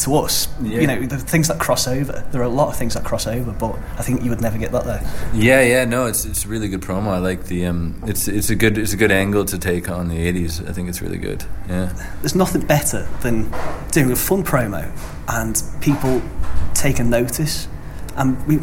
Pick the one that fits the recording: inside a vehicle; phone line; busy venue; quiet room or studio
busy venue